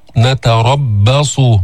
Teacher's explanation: انتبه هون ما تفخم الباء، نتربص، مش لأنه اجت بين الراء المفخمة وبين الصاد المستعلية تقوم تقول لي نتربص، ما في باء في باء.